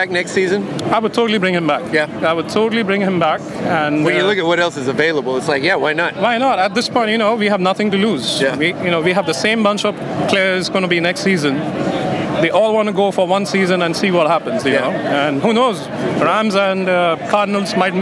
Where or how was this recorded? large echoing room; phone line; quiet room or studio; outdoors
outdoors